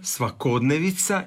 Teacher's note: A kod svakodnevica je pravilan onda naglasak na o, svakodnevica, i nije svakodnevnica.